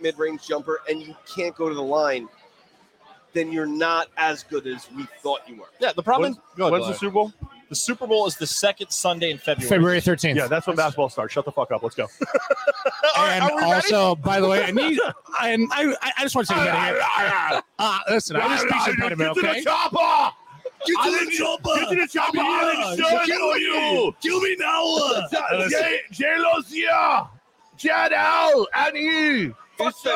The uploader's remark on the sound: LIVE from Hooters on Wolf Road